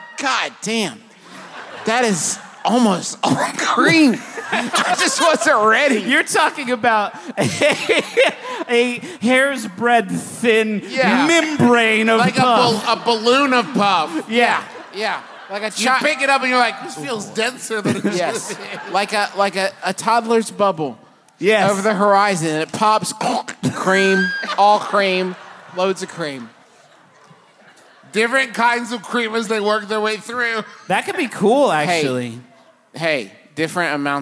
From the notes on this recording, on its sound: Face 2 Face. LIVE from beautiful San Jose.